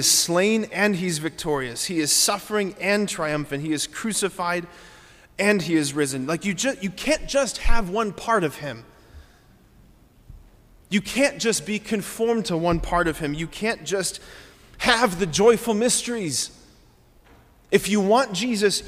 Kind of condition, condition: setting, large echoing room